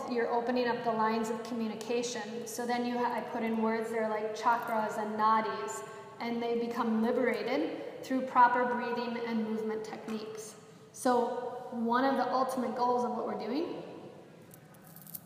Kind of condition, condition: setting, live audience